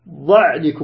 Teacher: العين ليست حرف شديد، العين صفته بينية